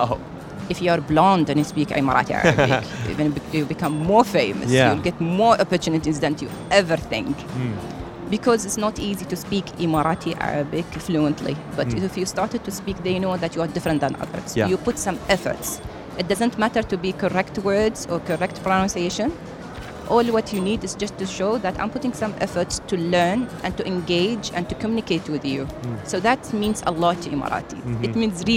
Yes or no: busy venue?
yes